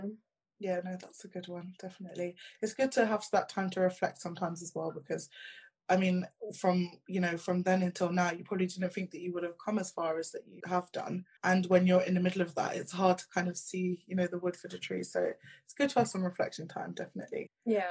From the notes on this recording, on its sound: live Instaview with actor, director and mental health ambassador